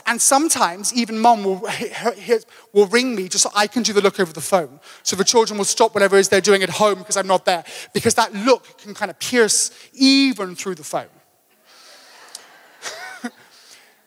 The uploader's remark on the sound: Table View AM. Recorded live on Sunday 18th June the 2023.